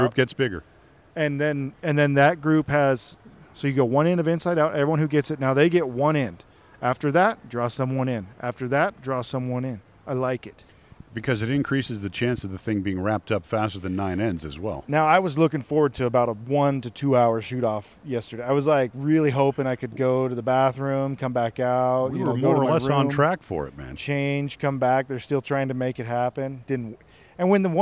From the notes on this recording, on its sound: Live at the Vegas Shoot. Live in Las Vegas!